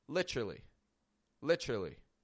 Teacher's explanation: Getting a ch sound bursting out in the middle.